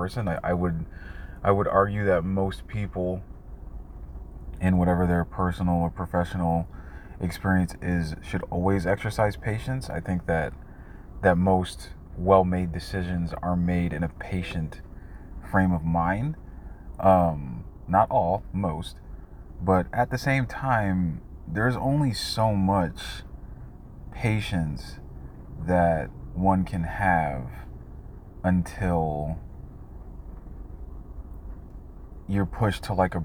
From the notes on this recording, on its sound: I think the audio here might be a bit strange because of a bluetooth speaker that was attached to the phone mistakenly.